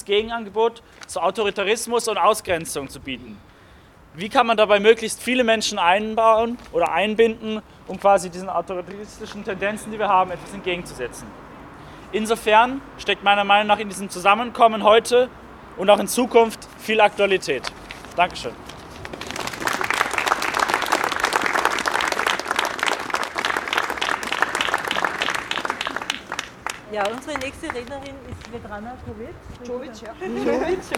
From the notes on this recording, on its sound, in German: Donaustädter Februargedenken am 16. 2. 2020 vorm Goethehof. Ungekürzte und unbearbeitete Aufnahme mit Reden von Vertreter*innen der Opfer-Verbände, von Parteien und Jugendorganisationen.